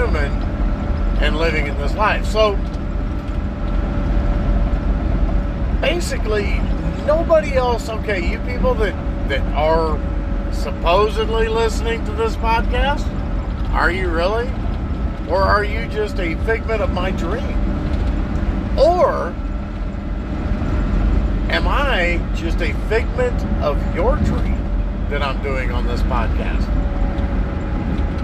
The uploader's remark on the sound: While driving